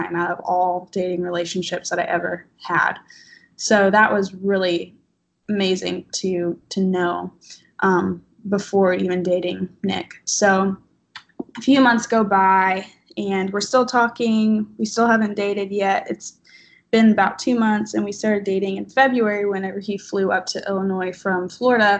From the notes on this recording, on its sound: Skype interview.